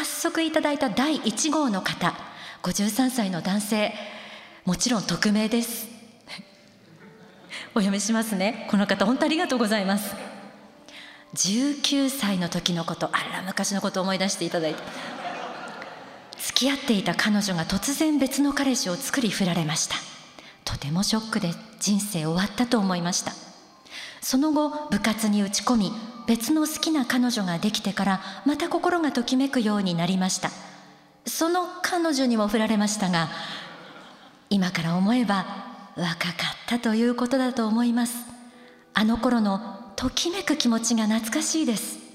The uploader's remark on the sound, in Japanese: 富山県で行った公開録音の模様と共にお送りします。会場のみなさんの反応も楽しみながら、お聴きください。